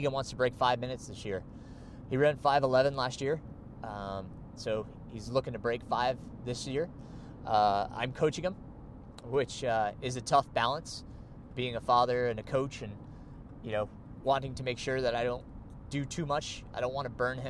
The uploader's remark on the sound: I recorded this episode while driving to NY to compete at the 50k National Road Championships.